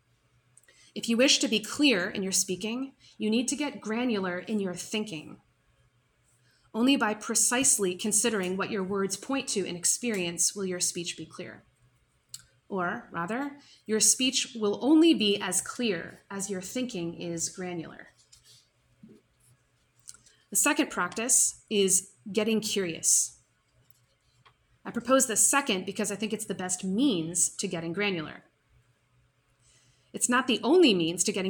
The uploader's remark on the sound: This lecture was given on September 28th, 2023, at the University of Illinois at Urbana-Champaign.